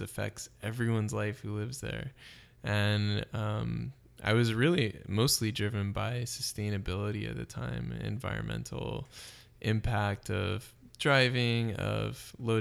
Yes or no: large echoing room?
no